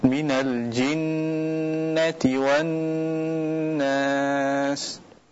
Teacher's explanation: nun yang bertasydid dia wajib digunnahkan